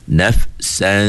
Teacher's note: Tak perlu pun kita pedulikan bunyi huruf nun itu, sebab dia dah jadi ikhfa, kena sembunyikan huruf nun itu.